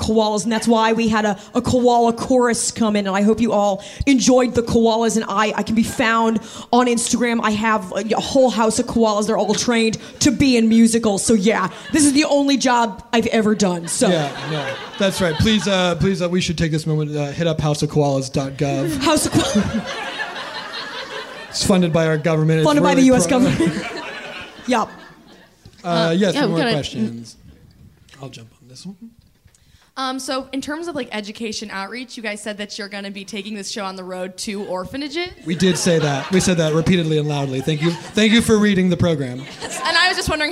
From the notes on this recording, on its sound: Live at Nerdmelt. Stay til the end for a very special live cast and crew q&a!